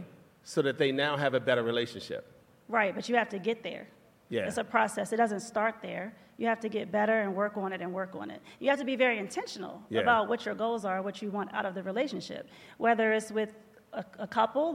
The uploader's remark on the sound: Live from our tour stop in Vegas